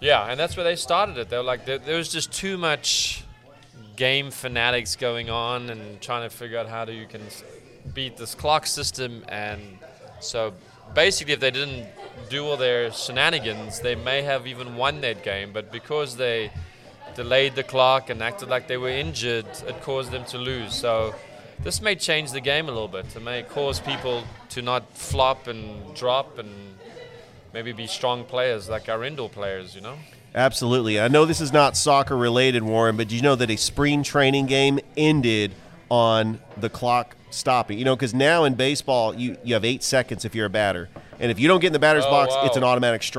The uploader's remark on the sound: Live from Ivy Park Sports and Grill